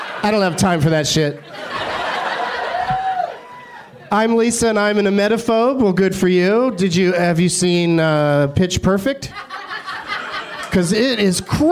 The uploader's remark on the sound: Live from the American Comedy Company in San Diego